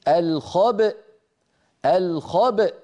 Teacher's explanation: لأن في أصل الكلمة همزة متحركة في الوصل، لما وقفنا عليها سكنت الهمزة فلا بد من نطقها، فنقول الخبأ الخبأ، هنا نخرج الباء المقلقلة بالتباعد بين طرفي عضو النطق بين الشفتين يعني، ونجعل الوترين الصوتيين في الحنجرة ينضمان ويصطدما حتى تخرج الهمزة الساكنة التي هي في الوصل همزة مفتوحة الخبأ. · Term: همزة ساكنة